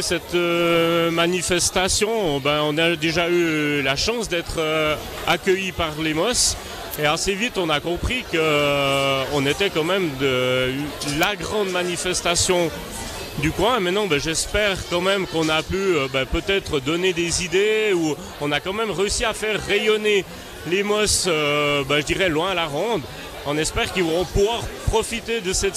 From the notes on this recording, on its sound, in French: La table ronde est en direct de la "Ski-24". La compétition de ski de fond en relais vit sa dernière édition en 2023 aux Mosses.